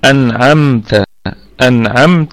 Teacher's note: الميم هنا إظهار شفوي، ونراعي أنها في الدرجة الرابعة من درجات الغنة